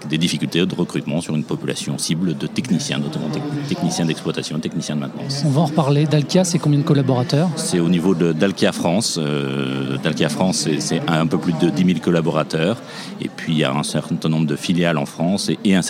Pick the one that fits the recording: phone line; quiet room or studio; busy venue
busy venue